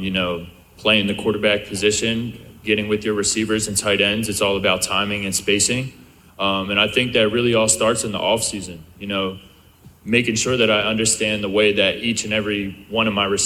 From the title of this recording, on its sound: FULL NC STATE PRESS CONFERENCE, ACC KICKOFF 2022